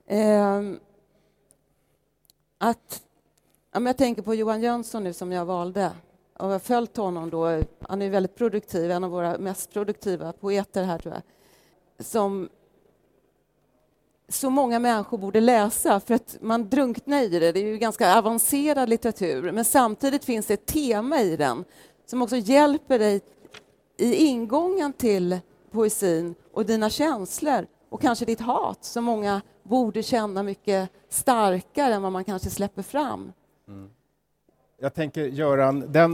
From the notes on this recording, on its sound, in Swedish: Poden är inspelad under Poesimässan som varje år ordnas av Poesibazaren i Stockholms Stadsbibliotek.